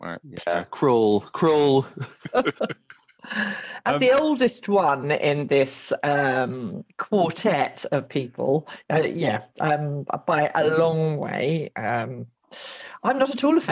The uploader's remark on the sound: recorded this podcast remotely via Zoom.